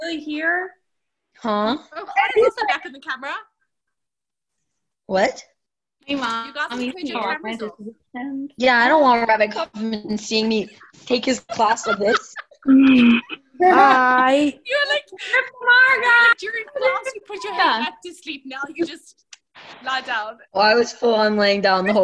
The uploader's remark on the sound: Zoom Class